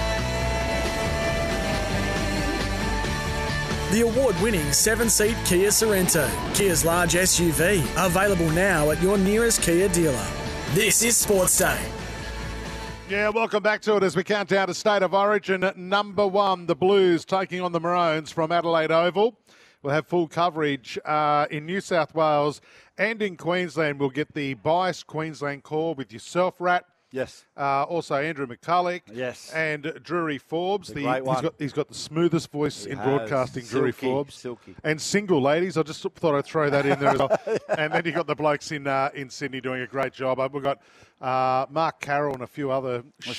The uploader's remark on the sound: live from the rooftop in Brisbane